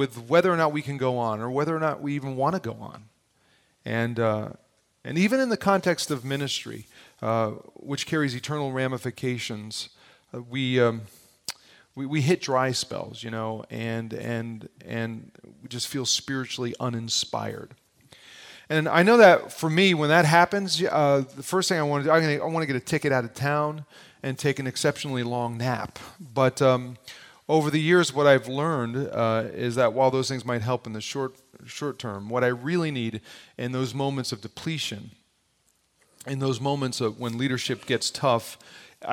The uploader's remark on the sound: Audio from the morning session of the 2014 Lead Well conference held at Parkview Community Church